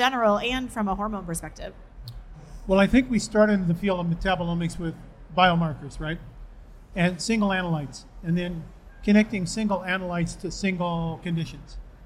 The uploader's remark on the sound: Live from A4M World Congress in Las Vegas. For a live Q&A session.